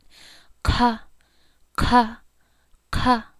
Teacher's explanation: aspirated, all you do is you just blow air with it.